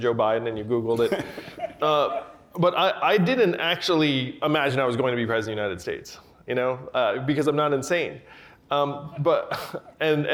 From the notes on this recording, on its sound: We listen in on a conversation with the entrepreneur-turned-politician. Conversation from the Crosscut Ideas Festival.